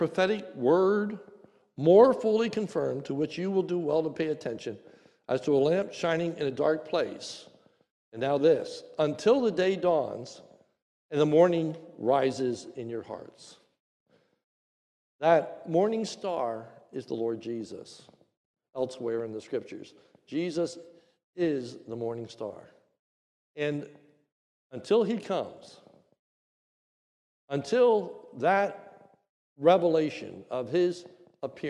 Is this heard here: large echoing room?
yes